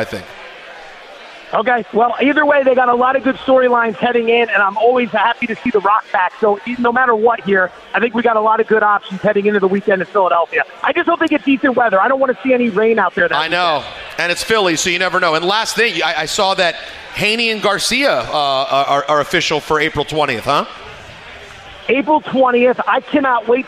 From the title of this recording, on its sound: LIVE from Plattduetsche Park